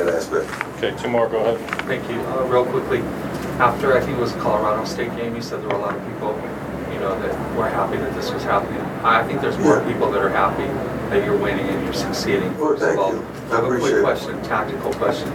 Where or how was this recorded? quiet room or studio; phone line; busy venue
busy venue